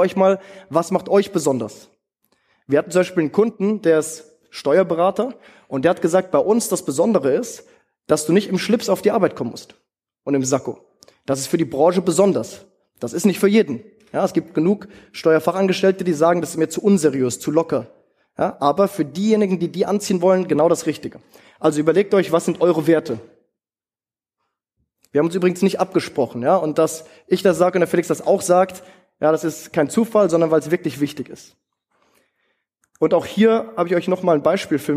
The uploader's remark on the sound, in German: in seinem Vortrag auf dem TOP Arbeitgeber Kongress in Hamburg